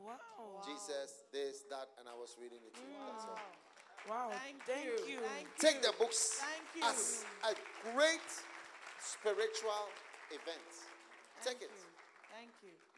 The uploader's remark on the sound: Preached at the Use It or Lose It Camp, USA.